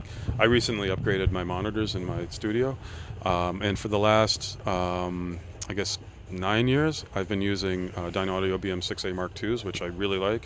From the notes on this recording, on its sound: PODCAST AT A FESTIVAL. WE are at the Electric love music festival.